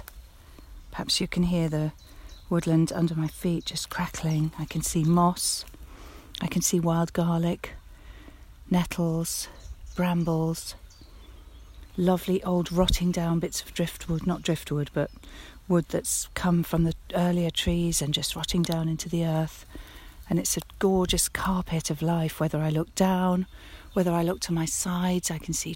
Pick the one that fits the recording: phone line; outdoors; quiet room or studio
outdoors